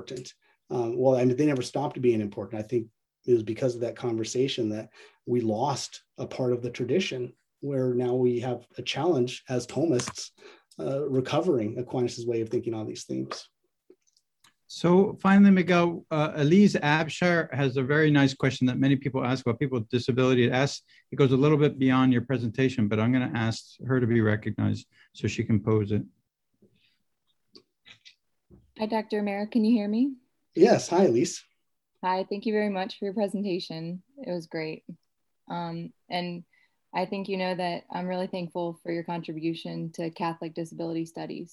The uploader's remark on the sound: A webinar lecture